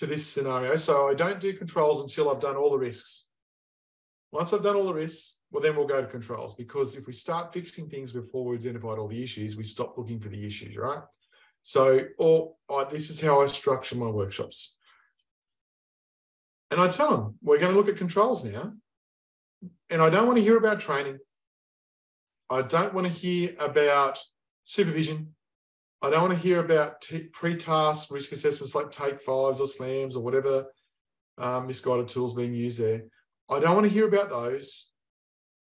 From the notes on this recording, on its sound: In this webinar